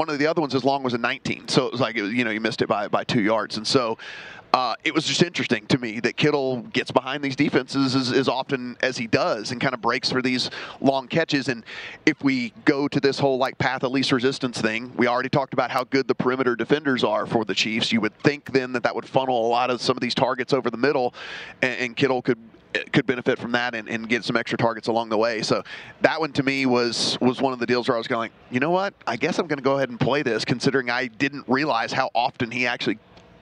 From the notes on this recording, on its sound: broadcasting live from media row